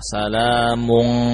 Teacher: Ketika bertemu qaf, suara nun jadi samar. · Term: Ikhfa